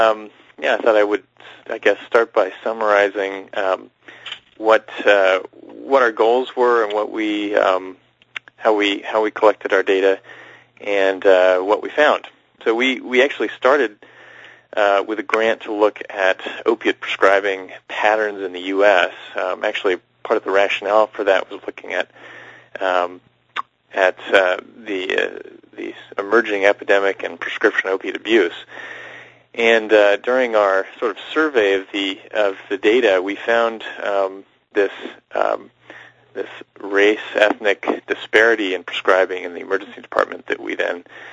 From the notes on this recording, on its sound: Author in the Room® Teleconference.